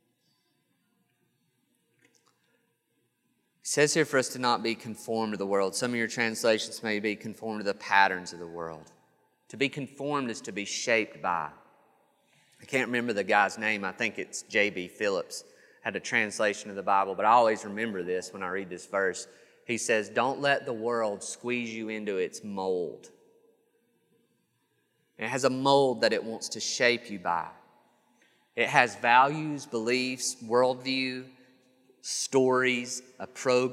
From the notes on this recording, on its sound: This sermon was recorded on January 5th, 2022 at Matthew's Table Church in Cleveland, TN